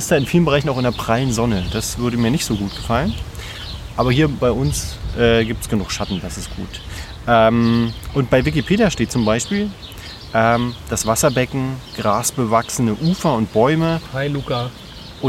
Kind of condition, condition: setting, outdoors